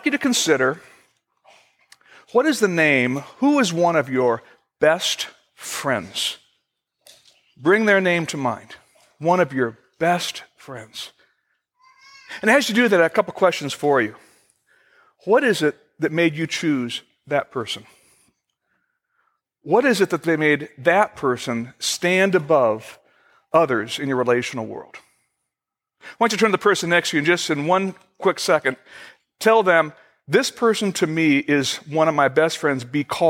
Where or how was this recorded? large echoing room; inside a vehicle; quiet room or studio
large echoing room